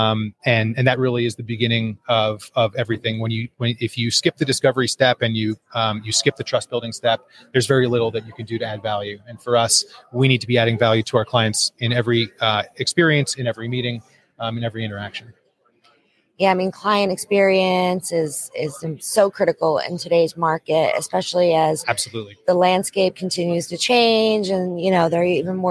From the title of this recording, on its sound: JSA TV LIVE at PTC’23